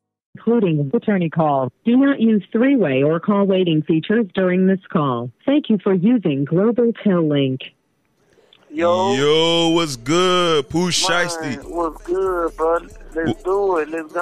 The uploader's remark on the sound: Today I got a phone call